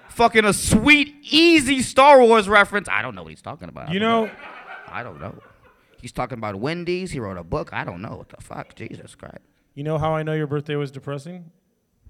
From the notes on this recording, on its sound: Live at The Whistler